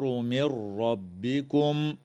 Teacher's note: وتدغم النون الساكنة في الراء من غير غنة